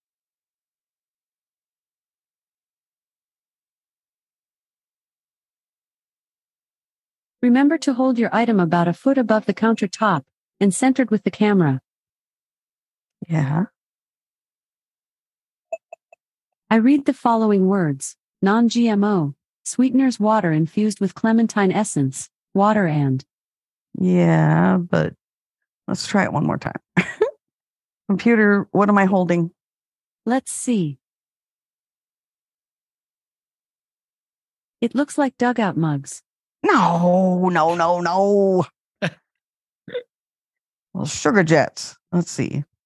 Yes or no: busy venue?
no